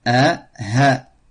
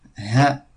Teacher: Et ha, en ouvrant les cordes vocales, l'air ha. A, ça ferme, ça bloque l'air. Ha, ça passe. · Term: al-hamza et al-ha